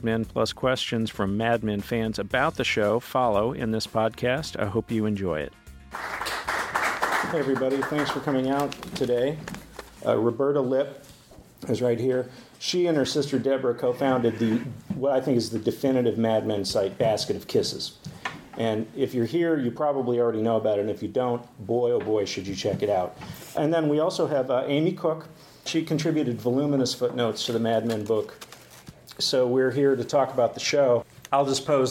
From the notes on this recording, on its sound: Live in Brooklyn. Selections from live appearances.